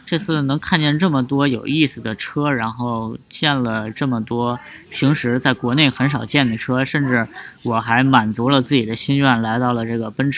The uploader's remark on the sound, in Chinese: 老司机欧洲行番外篇。他们在保时捷博物馆里，为我们录制了这样一期节目。